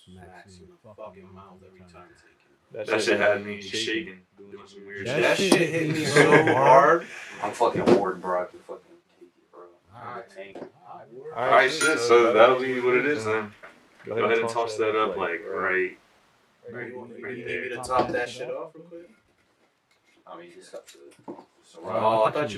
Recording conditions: poor sound quality